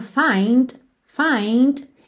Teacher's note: a palavra find pode aparecer com esse Dzinho final bem marcadinho